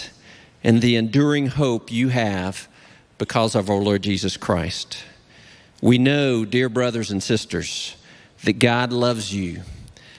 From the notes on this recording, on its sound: Recorded live at Brookwood Church on 10.01.23.